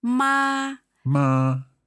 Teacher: First tone is flat.